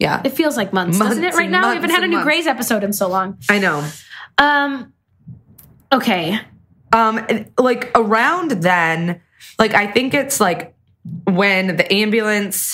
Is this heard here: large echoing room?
no